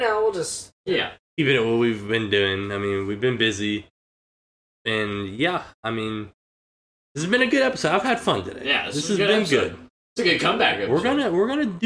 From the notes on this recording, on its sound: Sorry for the choppy audio.